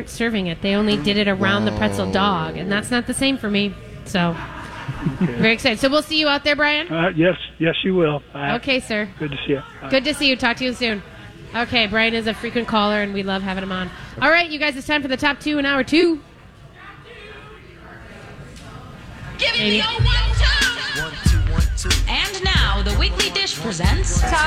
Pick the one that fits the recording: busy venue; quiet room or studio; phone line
busy venue